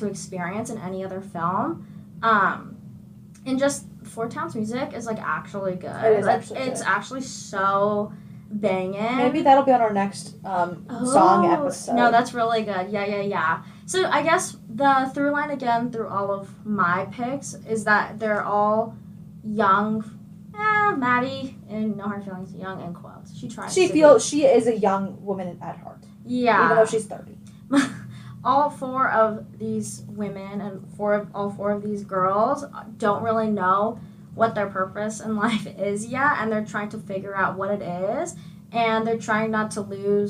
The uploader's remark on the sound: Sorry if the audio sounds terrible, Adobe Audition was not working in the studio